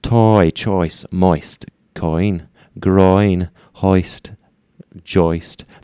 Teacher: The choice sound, it might be a little bit more open than you're used to saying.